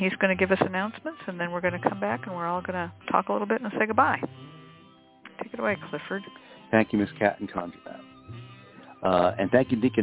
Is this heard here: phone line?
yes